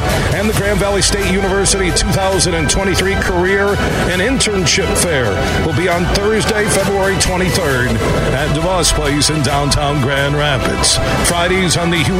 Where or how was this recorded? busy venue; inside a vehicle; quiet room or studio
busy venue